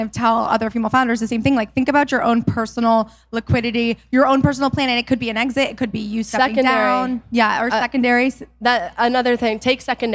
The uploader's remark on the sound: Live From Small Business Summit. Live from our 2022 Small Business Summit event.